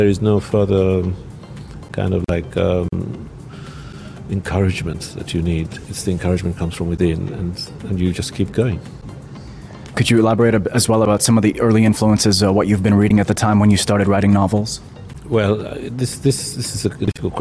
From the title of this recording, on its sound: Pulse Live at SIBF 2021